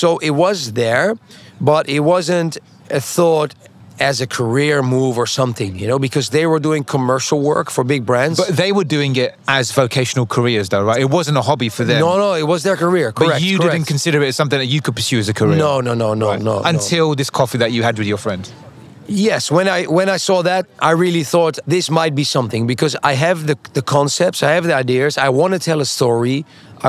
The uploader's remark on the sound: on location at this year's Art Miami